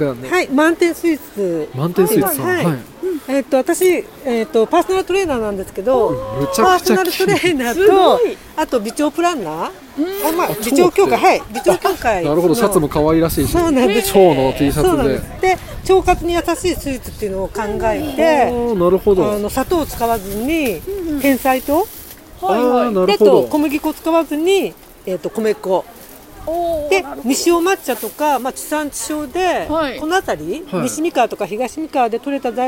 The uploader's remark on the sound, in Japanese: 愛知県豊橋市で開催された水上ビルの朝市に参加してきました。初めてのインタビューに我々も少し緊張しましたが、お店の方々がとっても優しく温かかったので素敵な収録ができました。食べ物に音楽、アートや植物など、様々な物が出展される朝市。